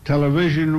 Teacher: Note that Sarnoff pronounces television as television, accent on the vision, because that was the remarkable breakthrough.